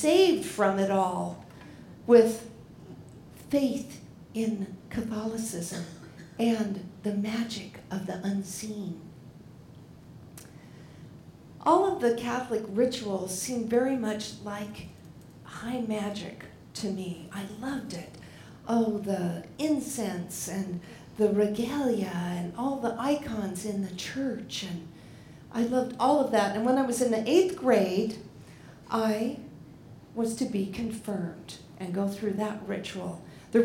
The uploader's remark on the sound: Live at The Fremont Theater in Portland, Oregon Presented by Portland Story Theater.